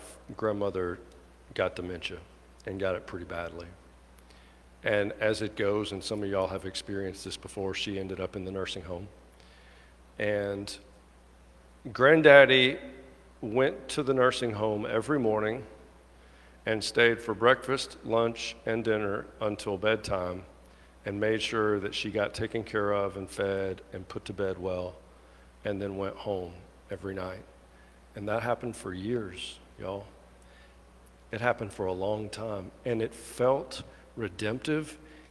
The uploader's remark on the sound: At the 11:00 traditional service. Alabaster First United Methodist Church.